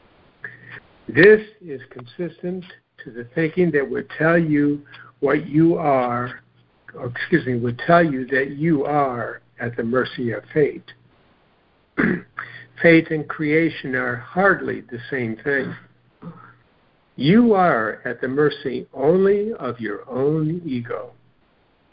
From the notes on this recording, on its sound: joining together on a Free Conference Call